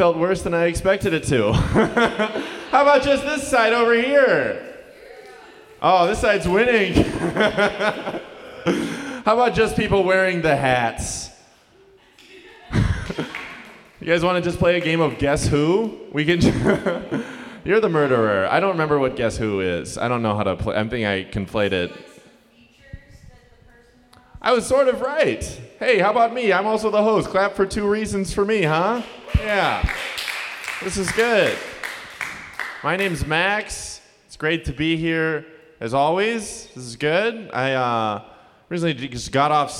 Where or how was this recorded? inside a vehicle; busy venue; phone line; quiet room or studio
busy venue